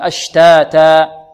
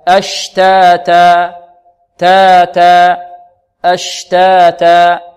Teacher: نقف على الألف بمقدار حركتين دون أن نزيدها على الحركتين ودون أن نختمها بهمزة · Term: المد الطبيعي